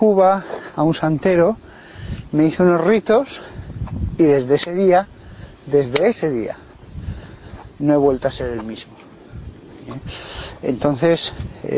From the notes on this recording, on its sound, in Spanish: Entrevista durante un paseo por el campo por parte de un periodista de El Periodico.